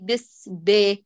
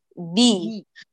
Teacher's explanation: انتبهي لإتمام كسرة الباء · Shown in: second take · فلا تقولي بس بي، قولي بي.